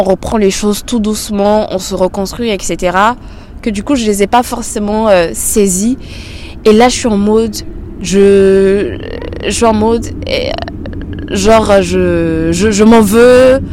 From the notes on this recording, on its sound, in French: Le format de cet épisode est spécial, car je suis en extérieur, il y a pas mal de bruit autour et à plusieurs reprises, je change de sujet en attendant que le bruit passe